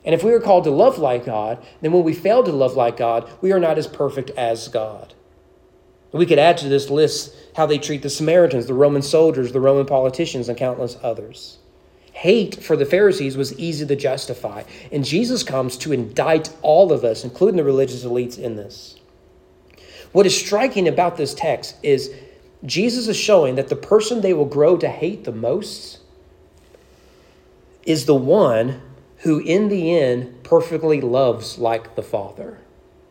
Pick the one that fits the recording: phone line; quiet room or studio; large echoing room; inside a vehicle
large echoing room